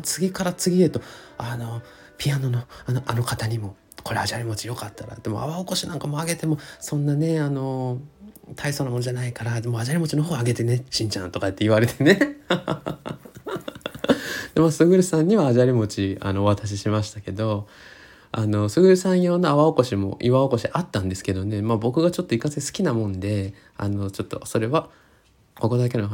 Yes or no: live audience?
no